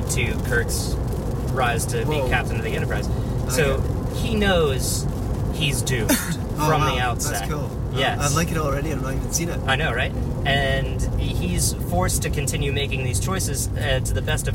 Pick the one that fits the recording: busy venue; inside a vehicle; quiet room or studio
inside a vehicle